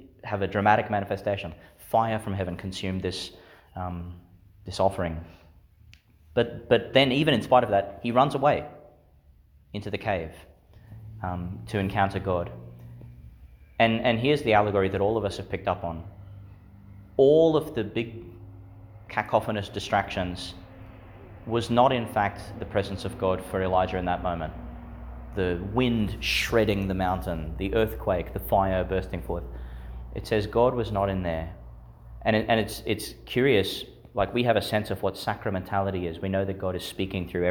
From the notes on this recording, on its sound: Homily for the Nineteenth Sunday in Ordinary Time, delivered in St Peter Chanel’s Church, Miriam Vale.